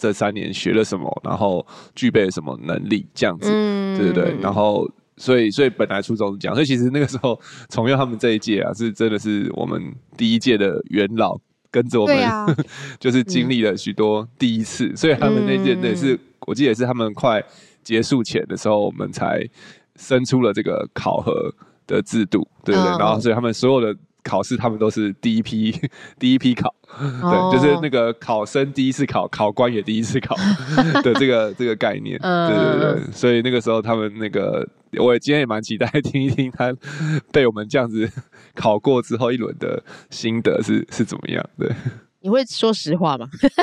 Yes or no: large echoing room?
no